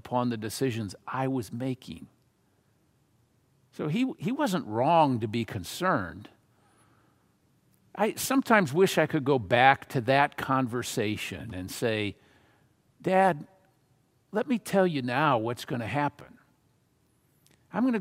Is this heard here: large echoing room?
yes